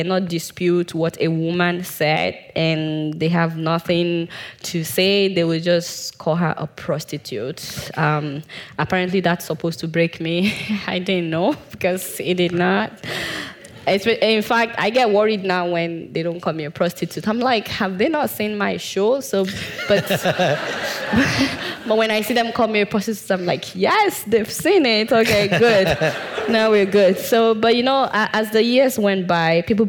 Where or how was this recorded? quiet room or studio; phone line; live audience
live audience